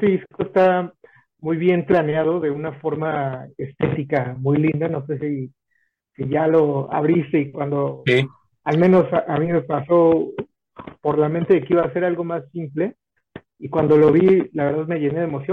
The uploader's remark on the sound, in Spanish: Charlamos via zoom